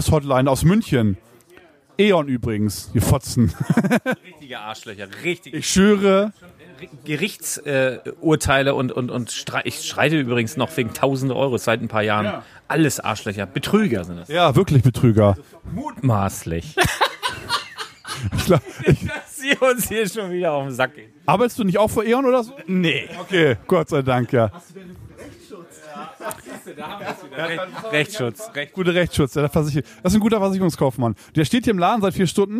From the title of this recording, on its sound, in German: Live aus dem LEGO Lädchen!